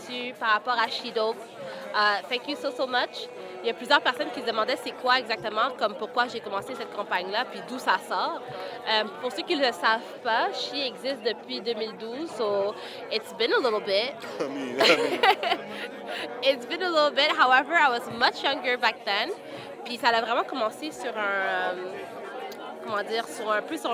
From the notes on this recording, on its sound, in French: En Direct du Cocktail au Canal (AJCCSOM). En direct de la Station F-MR, pour le tout premier événement de réseautage de l'AJCCSOM (L'Aile jeunesse de la Chambre de commerce du Sud-Ouest de Montréal).